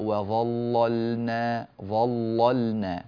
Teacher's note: فاللام المغلظة هنا هي اللام الأولى